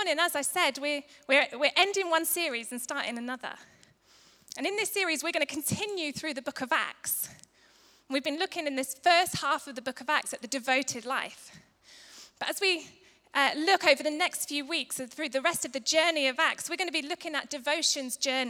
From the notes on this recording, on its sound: Recorded live at Life Church on Sunday 29th September 2019.